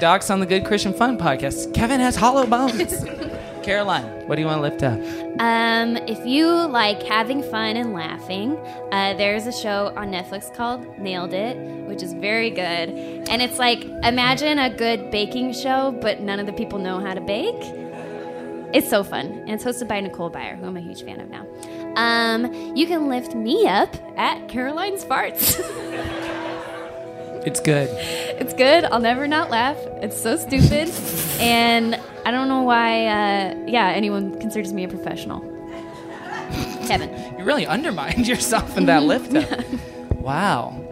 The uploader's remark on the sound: LIVE in Newport Kentucky at the Falcon Theater!